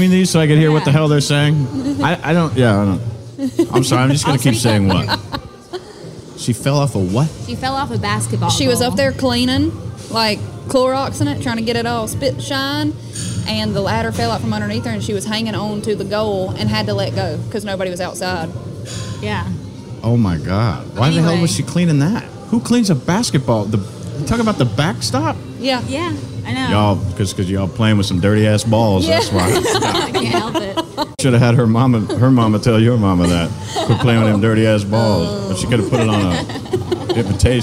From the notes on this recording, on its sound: Recorded at Party Fowl in Nashville, TN